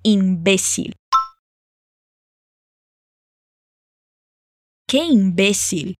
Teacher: atenção na ênfase da palavra, que é no B